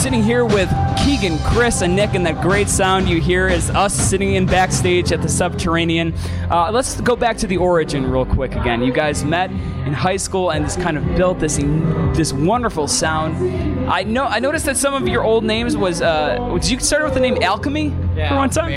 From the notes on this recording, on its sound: backstage after their show at Chicago&#8217;s famed Subterranean